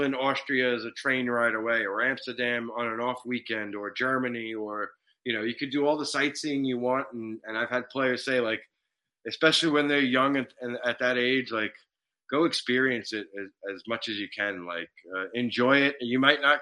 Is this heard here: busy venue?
no